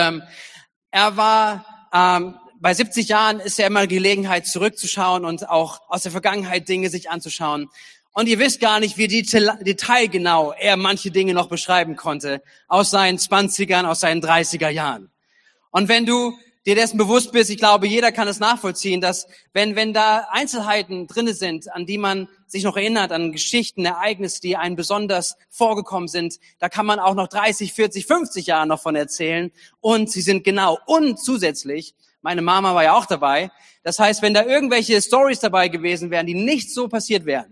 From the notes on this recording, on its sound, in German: Gottesdienst zum Heiligabend 2022. Predigten aus der Missio Kirche. Gemeinde für Bad Kreuznach und Region.